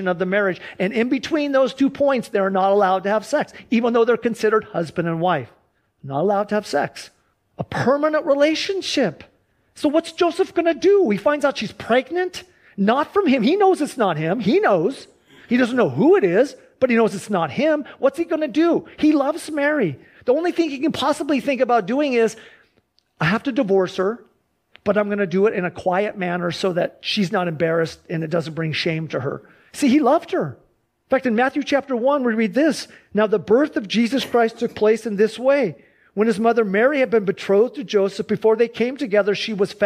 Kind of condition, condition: setting, large echoing room